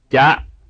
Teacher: pronounce glottal stop after the short vowel